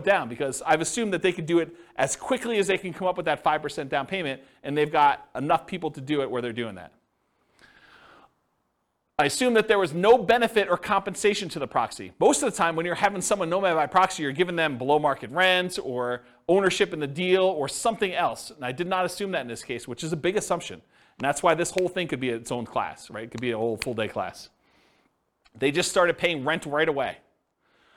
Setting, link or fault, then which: setting, live audience